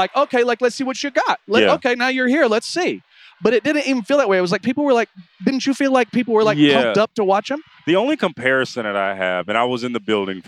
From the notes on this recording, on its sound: Live from the concourse of the Thomas & Mack Center. The first three days of Las Vegas Summer League.